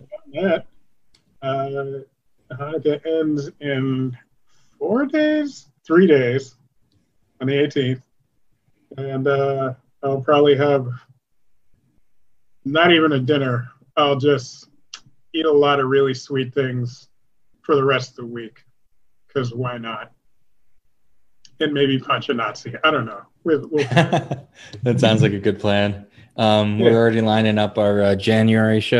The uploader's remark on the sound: Recorded Live on Zoom